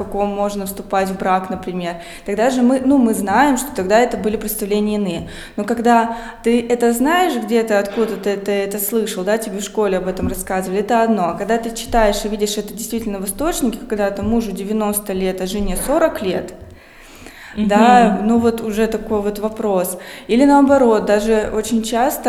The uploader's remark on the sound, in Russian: Открытая запись подкаста в Музее истории города Колы. Этот выпуск был записан в рамках открытой записи подкаста "Три дома и церковь" 27 ноября 2021 года.